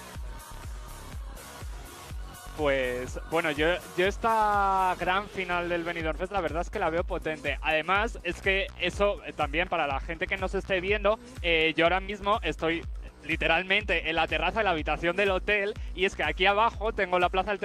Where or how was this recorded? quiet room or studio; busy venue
busy venue